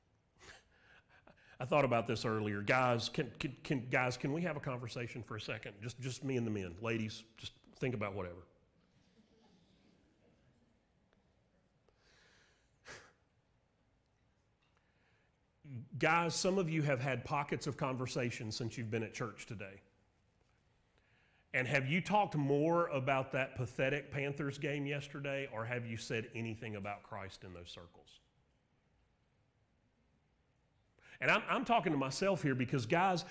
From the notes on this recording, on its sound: Sermon Audio from Mission Church in Locust, NC.